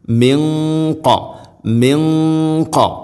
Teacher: സാക്കിനൂന് ശേഷം ഖാഫ് ഇഖ്ഫാവും ബിഗുന്ന അവ്യക്തമാക്കി മണിക്കണം.